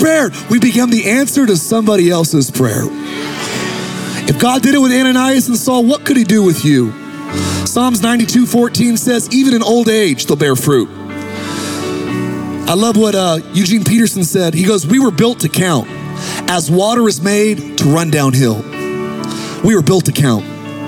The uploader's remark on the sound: Recorded live at Capital Church in Meridian, Idaho